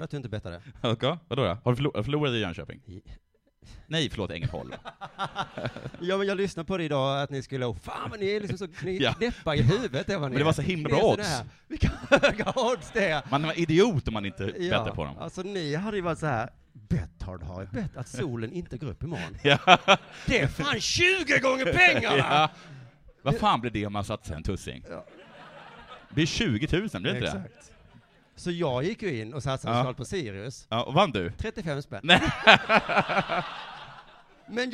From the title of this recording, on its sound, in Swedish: live på Tangopalatset